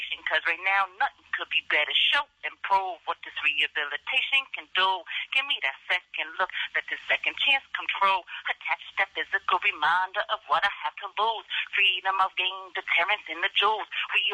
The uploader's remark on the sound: Was recorded over the phone from Bedford Hills prison, a maximum security correctional facility in Bedford Hills, NY.